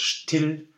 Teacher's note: So the I sound, the E, yeah, is very short, but we need the real L sound afterwards. Still. Yeah, so it actually opens the vowel when it's that short.